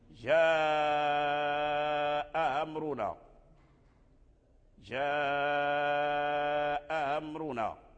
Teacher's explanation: تسهيل الهمزة الثانية، تسهيلها بين الهمزة والألف، فهي ليست ألفا محضا أي حرف مد، وأيضا ليست همزة محققة